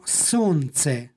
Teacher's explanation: imamo suglasničku grupu koja se uprošćava. Tako da umesto solnce, kako piše, izgovaramo sonce.